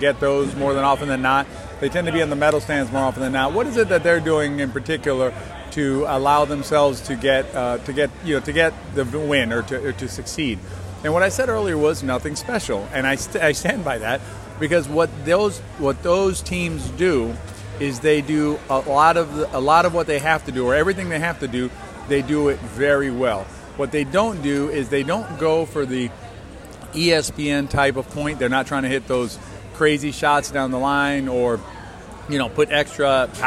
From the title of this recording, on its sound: Live from the 2021 US Open